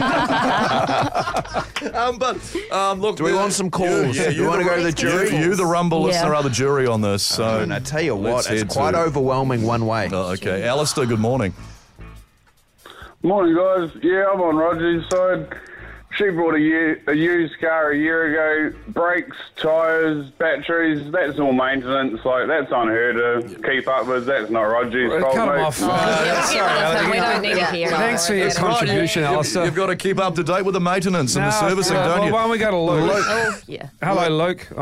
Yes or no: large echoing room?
no